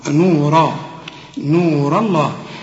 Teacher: هنا الراء هنا مفخمة، نورا نور الله، الراء مفخمة واللام بتاعت لفظ الجلالة مفخمة